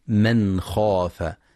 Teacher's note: ينتبه القارئ للإظهار الحلقي في من خاف، فلا يقرأ بالإخفاء